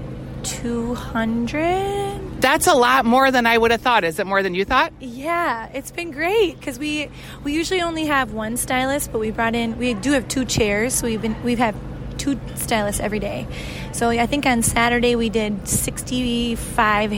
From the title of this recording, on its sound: Live from the Salem Dining Hall